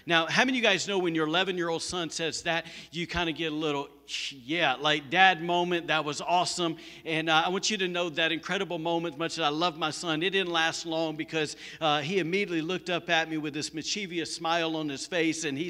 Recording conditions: live audience